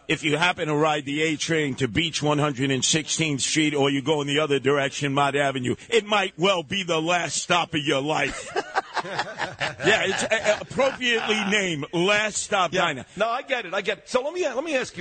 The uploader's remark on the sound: Live From Oheka Castle and The Big Daddy Celebrity Golf Classic. Broadcasts live from The Big Daddy Celebrity Golf Classic. From the beautiful Oheka Castle.